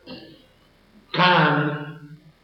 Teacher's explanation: La grafía es conservativa latina, pero no se produce, no se pronuncia de manera labiovelar, sino de manera sencillamente velar